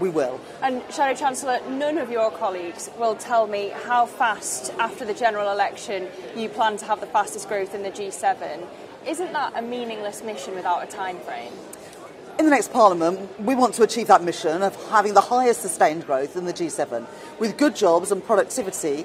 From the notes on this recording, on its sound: On the sidelines of the Labour Party Conference in Liverpool.